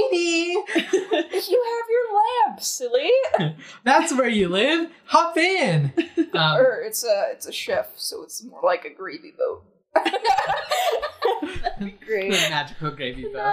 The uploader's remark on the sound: we know the audio is bad